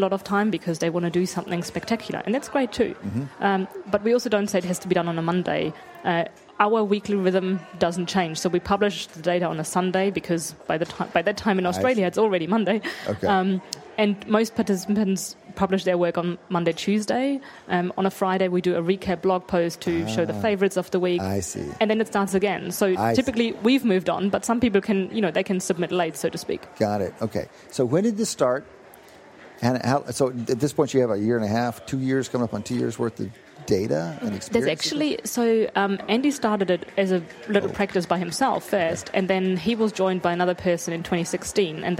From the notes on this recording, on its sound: at the Wharton People Analytics Conference